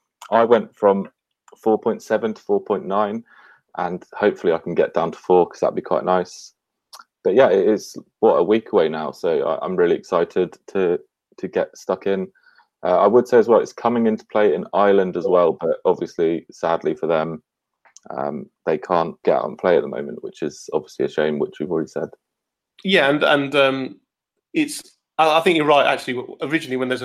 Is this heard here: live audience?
no